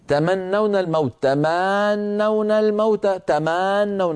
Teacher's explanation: شو صار بالضمة؟ طال صوتها فتولد منها واو منطوقة · طولت الفتحة فتولد منها ألف لفظية. كل هذا لا يجوز.